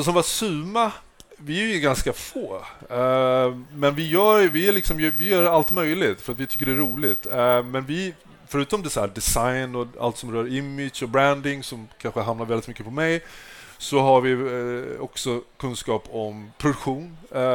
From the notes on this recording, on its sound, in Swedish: Varmt välkomna till ett exklusivt liveavsnitt av OptikerPodden. I månadens avsnitt sänder vi LIVE från Optikmässan 2024 på STOCKHOLM WATERFRONT CONGRESS CENTRE!